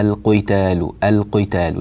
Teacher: أنت زدت في التفخيم بسبب ضمك للشفتين، تقول وذكر فيها القتال القتال، لا هذا غير صحيح.